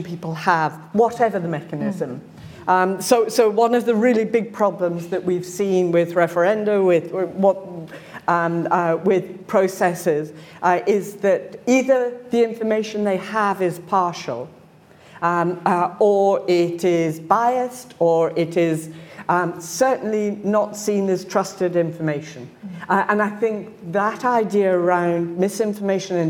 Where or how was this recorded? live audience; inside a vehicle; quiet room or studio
live audience